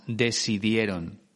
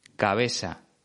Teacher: Otro aspecto importante es el seseo. Ya sabes, pronunciar la Z y la C como si fuera una S